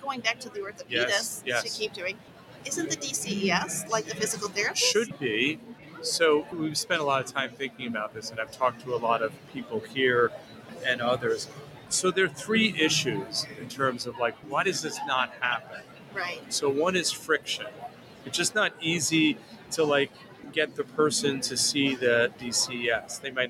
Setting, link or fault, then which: setting, busy venue